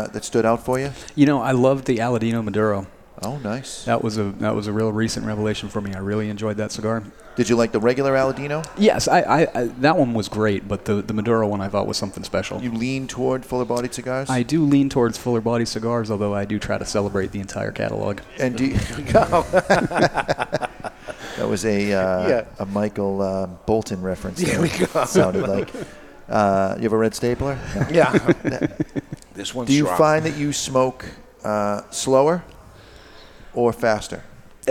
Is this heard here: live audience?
yes